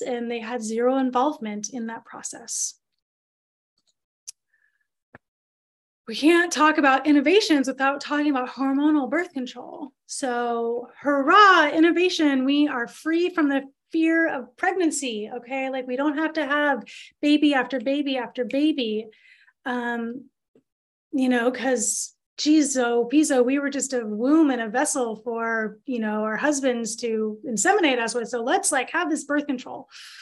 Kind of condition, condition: link, video call